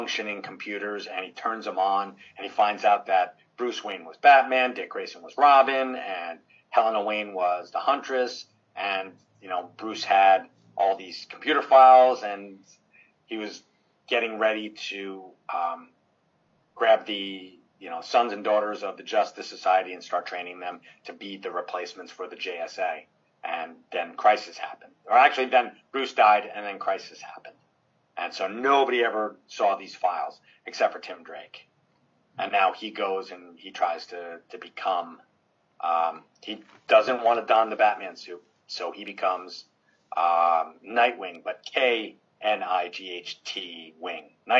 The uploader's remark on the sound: Before the Zoom call cuts off due to being idle (apparently, that happens even with a paid plan, LOL).